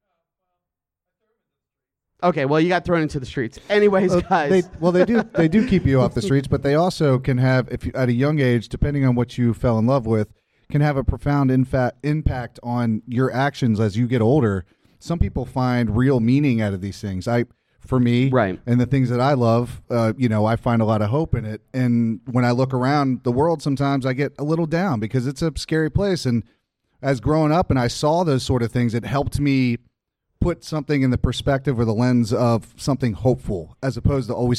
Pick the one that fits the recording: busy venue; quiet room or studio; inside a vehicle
busy venue